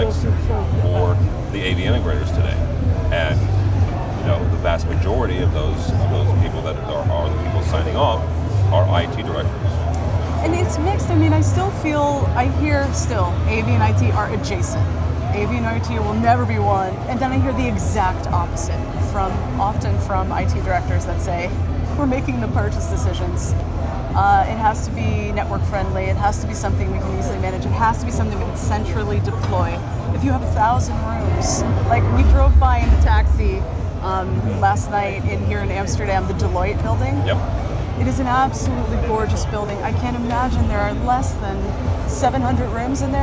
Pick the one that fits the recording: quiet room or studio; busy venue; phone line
busy venue